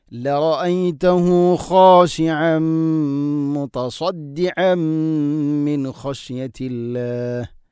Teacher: ഇദ്ഗാം ബിഗുന്ന തൻവീനിനെ മീമിലേക്ക് ഇദ്ഗാം ചെയ്തുകൊണ്ട് കൂട്ടിലയിപ്പിച്ചുകൊണ്ട് ഉച്ചരിക്കണം, മണിച്ചുകൊണ്ട് ഉച്ചരിക്കണം